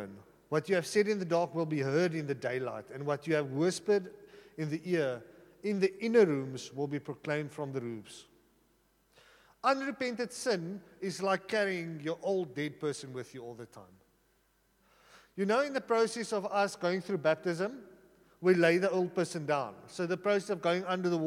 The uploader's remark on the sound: at Joshua Generation Church Sunningdale 11AM congregation